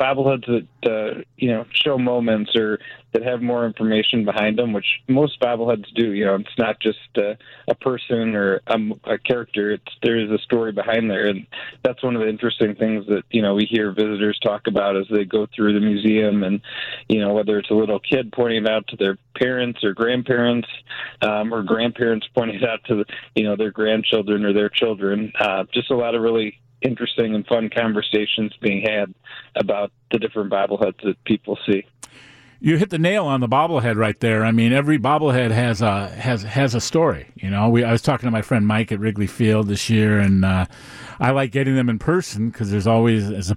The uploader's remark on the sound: Joins the conversation over the phone.